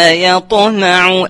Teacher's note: يطمع بقلقلة الطاء وتفخيمها. ياطو مع ترقيق الياء.